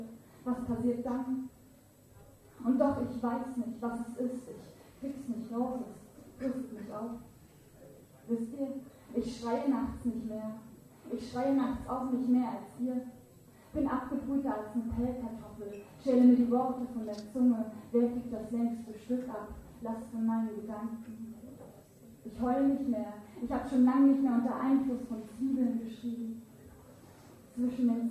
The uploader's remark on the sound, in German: Aufnahme von der Leipziger Buchmesse, live